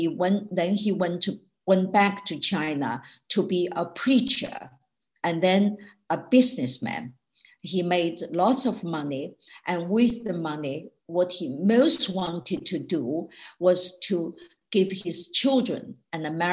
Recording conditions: video call